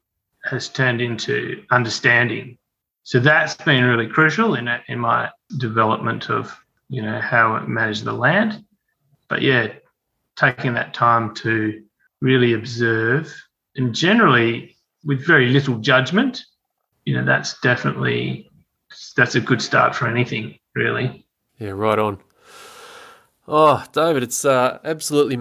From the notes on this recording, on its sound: This conversation was recorded online.